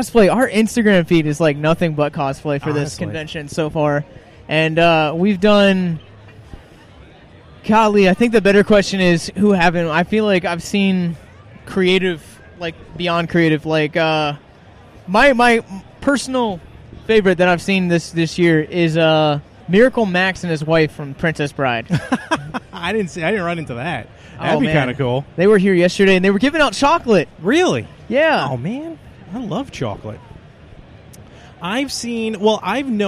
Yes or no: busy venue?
yes